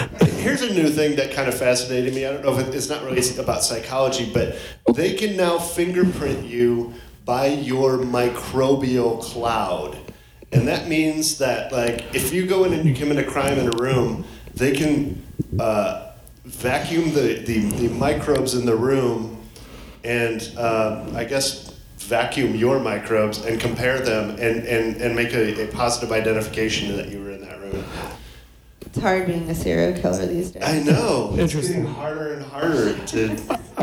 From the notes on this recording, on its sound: Live from The Pack Theater in Hollywood! For a mini-episode as part of the Podcast Party live show.